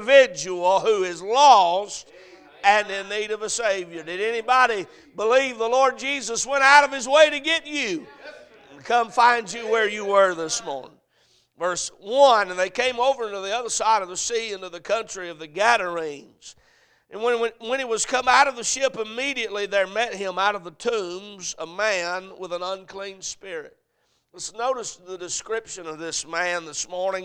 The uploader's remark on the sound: Sunday AM. A message preached at Crossroads Baptist Church.